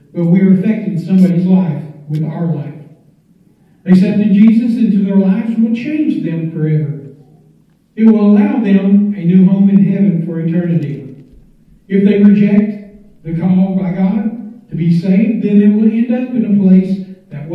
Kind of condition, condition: setting, large echoing room